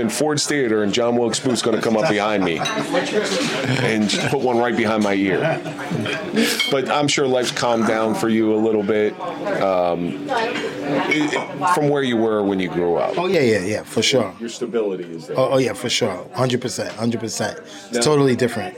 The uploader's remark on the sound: Live at the Grande Saloon.